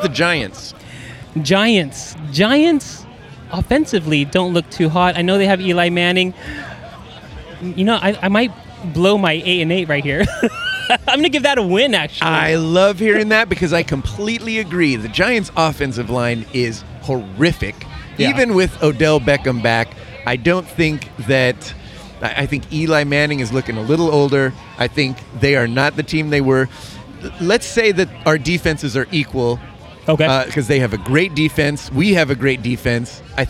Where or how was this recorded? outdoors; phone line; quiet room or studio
outdoors